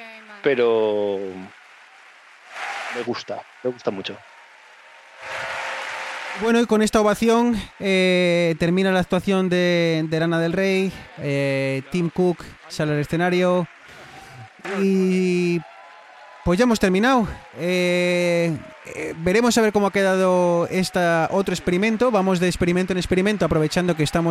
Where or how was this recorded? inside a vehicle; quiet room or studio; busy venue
busy venue